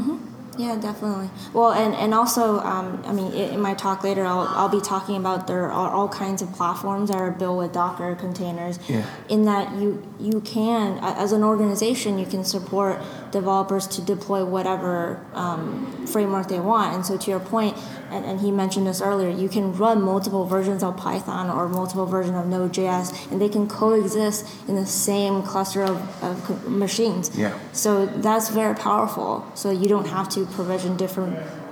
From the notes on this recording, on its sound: talking at the Microsoft Decoded conference in UCD